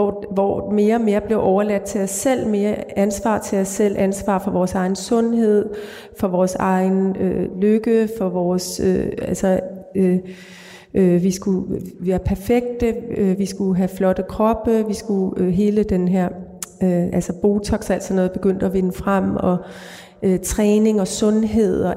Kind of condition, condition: setting, large echoing room